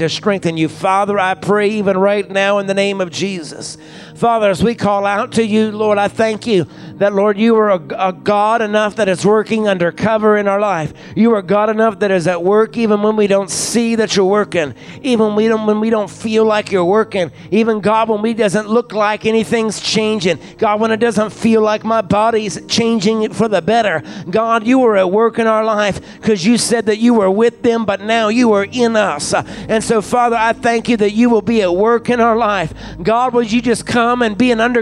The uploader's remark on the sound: recorded from our Pentecost Sunday service at Fresh Fire Church in Uniontown, PA